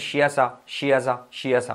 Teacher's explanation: La H te la puedes comer.